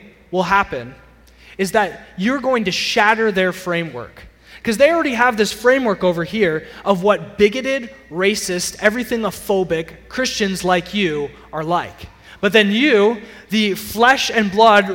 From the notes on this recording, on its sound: Sermon audio from CityGate Church